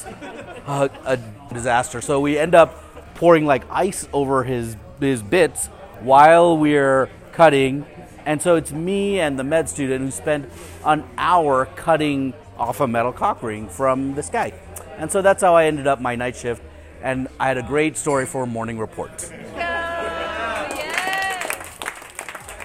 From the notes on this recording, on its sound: This story was live recorded at our EM Storytelling Happy Hour in Denver, Colorado.